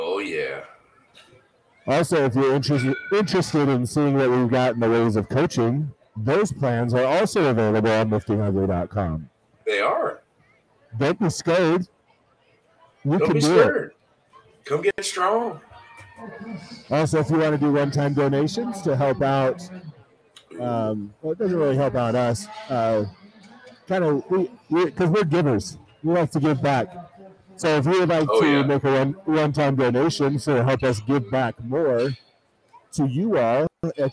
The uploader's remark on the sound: Live from #crownmountain